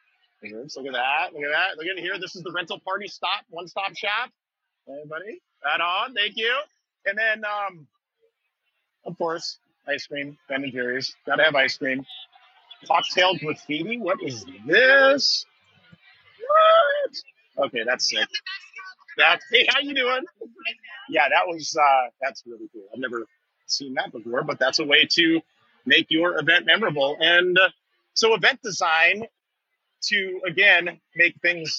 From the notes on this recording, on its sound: LIVE from THE EVENT EXPO 2023! As we take you on a live stroll through the buzzing halls of THE EVENT EXPO 2023.